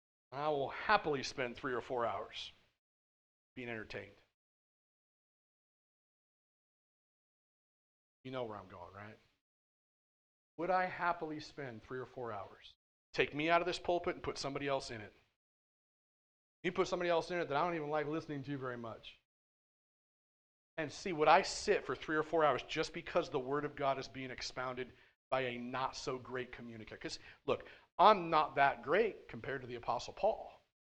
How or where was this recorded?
large echoing room